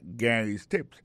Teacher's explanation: Lo gade wè prononse non Gary a, alo aksan tombe sou premier silab la